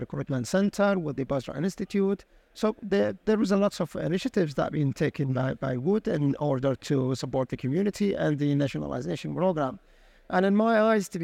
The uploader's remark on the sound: Recorded live at ADIPEC 2023